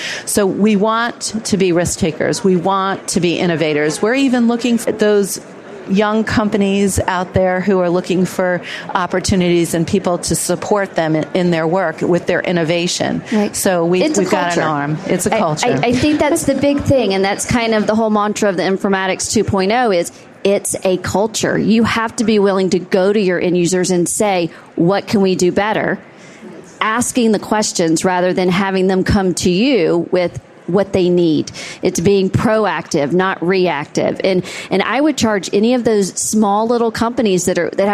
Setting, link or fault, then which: setting, busy venue